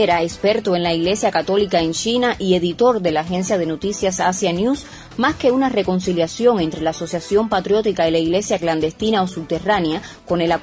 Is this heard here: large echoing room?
no